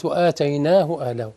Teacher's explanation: لأن هاء الضمير قبلها ساكن مدة، فلما يكون هاء الضمير قبلها مدة لا تمد